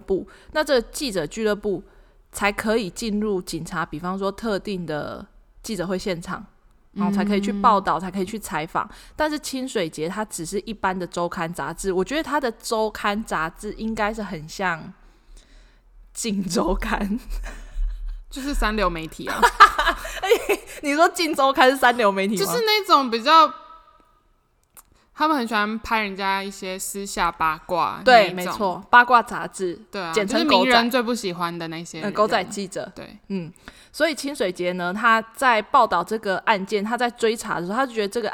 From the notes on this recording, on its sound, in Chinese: 我們換了一個大空間錄音導致收音狀況會有較大回音，敬請見諒